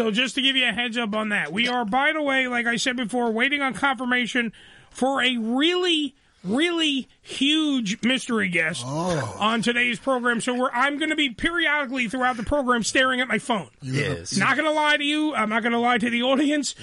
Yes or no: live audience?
no